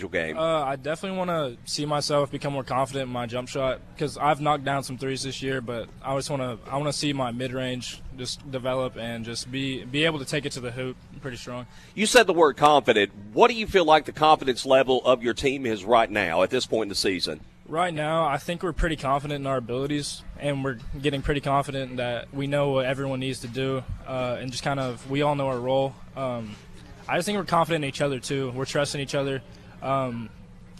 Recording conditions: busy venue